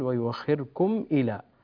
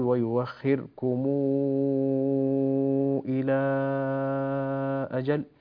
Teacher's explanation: ميم الجمع إذا جاء بعدها همزة قطع فإن ورشا يمدها بمقدار 6 حركات · Shown in: second take